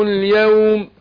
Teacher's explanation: لين عرض للسكون في ثلاث أوجه في السكون المحض، قصر توسط إشباع، يعني 2 4 6